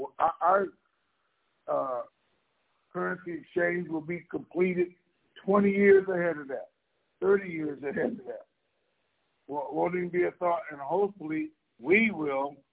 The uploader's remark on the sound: TNTSuperfantastic Conference Call